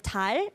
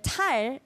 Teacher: With 달, it's just a soft D, 디귿, and then 탈 is a stronger sound that sounds more like a T.